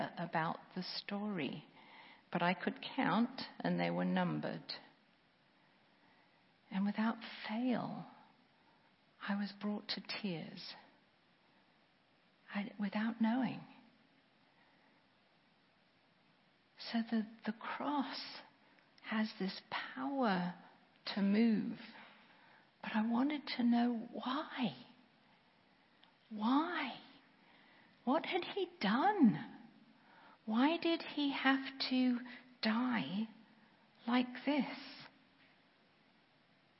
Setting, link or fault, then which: setting, large echoing room